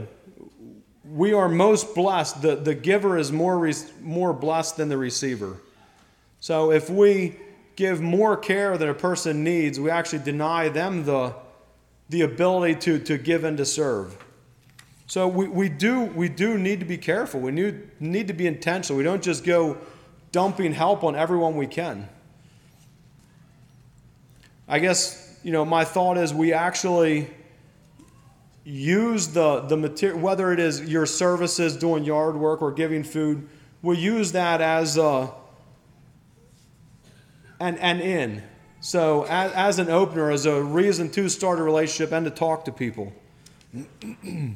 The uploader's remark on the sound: Message preached at Millmont Mennonite Church on Sunday Evening May 7, 2023